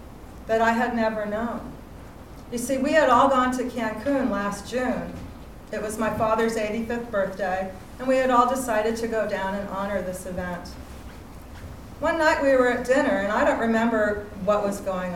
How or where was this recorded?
live audience